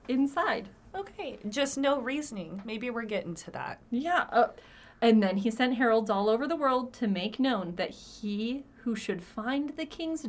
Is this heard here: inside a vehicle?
no